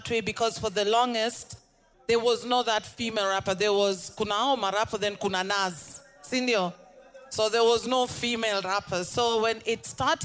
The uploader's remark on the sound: The last conversation recorded at VIP ACCESS Podcast first pop-up event.